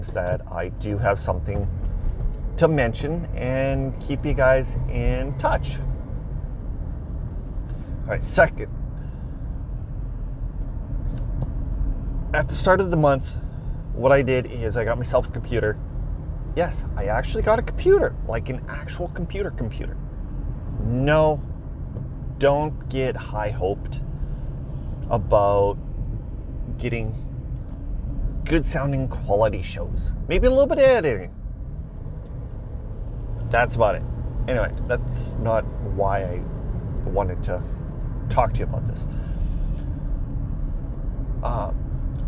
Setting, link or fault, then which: setting, inside a vehicle